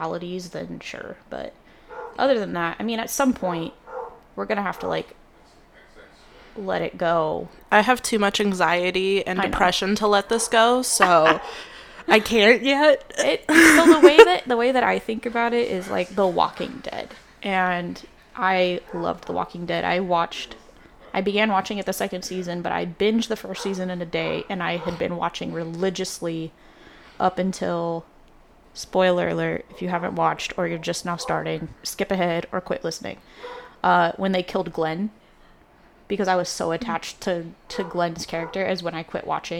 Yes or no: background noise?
yes